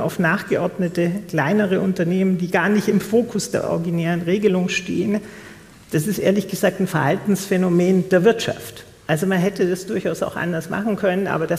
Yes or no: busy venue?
yes